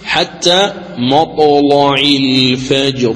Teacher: الطاء ساكنة واللام مفتوحة، إذن في كلمة واحدة دون فاصل بينهما توفرت الشروط فتغلظ اللام وجها واحدا.